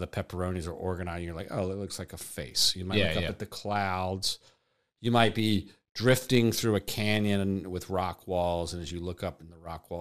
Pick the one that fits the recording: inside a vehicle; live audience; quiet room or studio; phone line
quiet room or studio